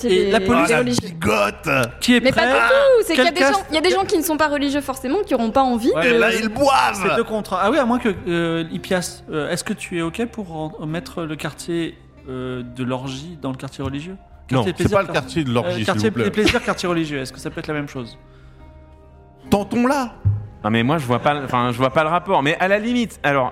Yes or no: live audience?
yes